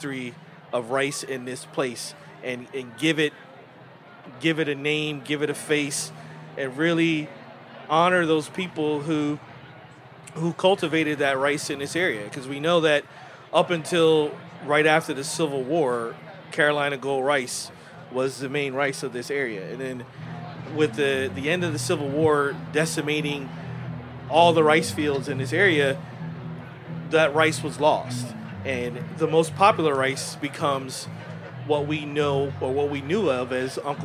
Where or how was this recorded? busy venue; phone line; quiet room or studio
busy venue